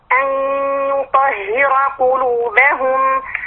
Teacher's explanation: انا بجيب ياء مغنى لان ده هنا النون مدغمه في الياء مدغم ناقص